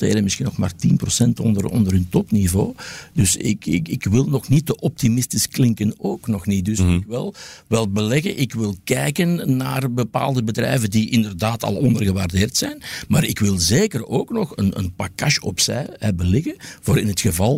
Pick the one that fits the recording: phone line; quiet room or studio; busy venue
quiet room or studio